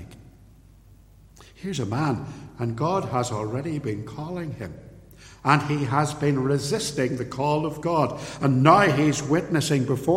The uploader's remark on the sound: In this ancient sermon, preached at Templepatrick Reformed Church.